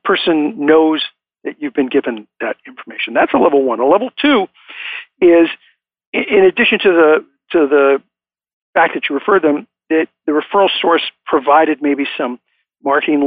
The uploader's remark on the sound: I am coming to you from Live Oak Recording Studio in Berkeley, California. I am joined on the phone today by the Founder and the Chief Visionary Officer of BNI.